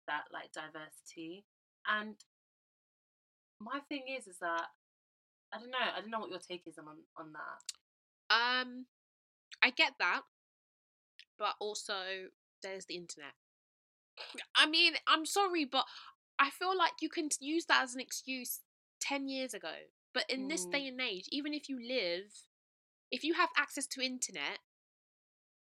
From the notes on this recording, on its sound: we did have some technical difficulties with our mics so please bear with us.